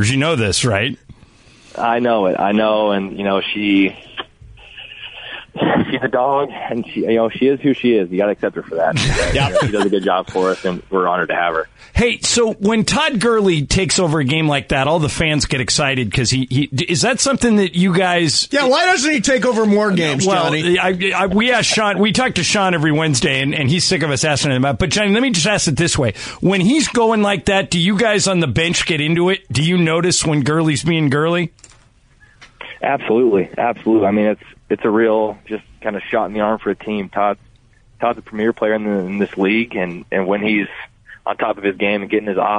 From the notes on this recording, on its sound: called in to talk